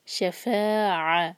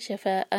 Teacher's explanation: شفا شا ایک حرکہ اور فا مد تبعی ہے، دو حرکہ، فتح اور الف ہے. شفاع، عین کو حلق سے نکالنا ہے، یہ حمزہ نہیں ہے · Shown in: first take · شفاء نہیں ہونا چاہیے.